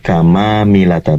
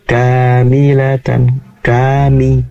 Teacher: Tadi yang kami dengar kamamilatan, seakan-akan ada mim lagi setelah ka. Jadi habis ka langsung mim, satu mim saja. · Shown in: second take